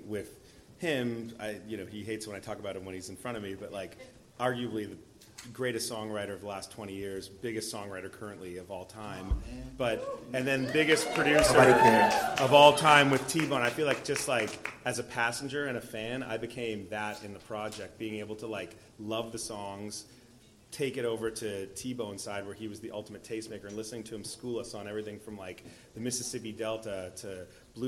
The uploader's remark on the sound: Live from Winston House. This bonus episode features an intimate performance from the Winston House in Los Angeles. Hear the first ever live performance of the music from the podcast plus a Q.